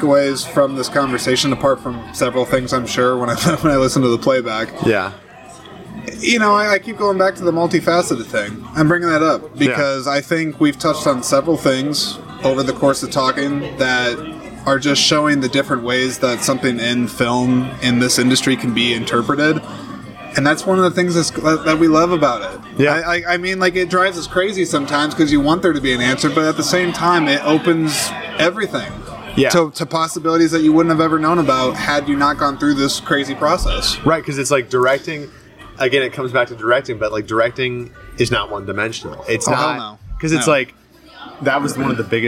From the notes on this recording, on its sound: This episode is the second in a series of exclusive conversations that were recorded on site at the 16th Annual Iowa Independent Film Festival. This episode was also my first to be recorded outside! Specifically at 173 Craft Distillery in Clear Lake, IA.